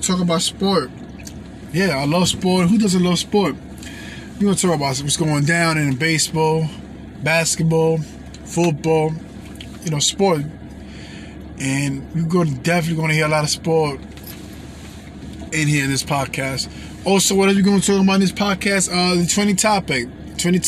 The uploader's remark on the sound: Pre Introduction (from my car).